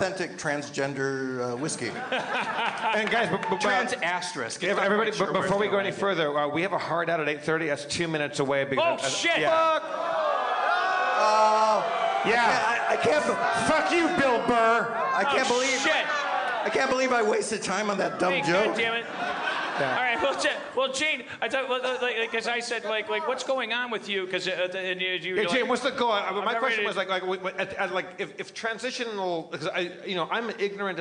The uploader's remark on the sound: LIVE at The Gramercy, NY Comedy Festival 2015